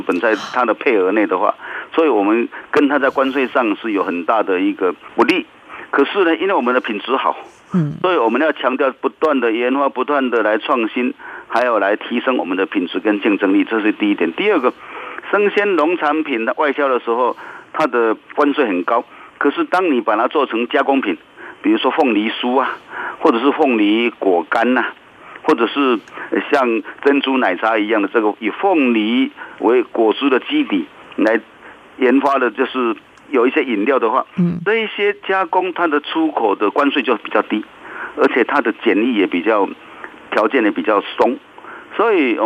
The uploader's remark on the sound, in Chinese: 上週五央廣聽友現場Call-in表達關切。